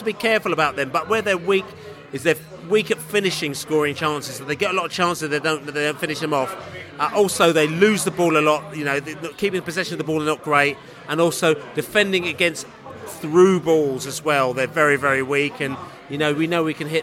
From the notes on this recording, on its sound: Millwall pre-match podcast from the Pub.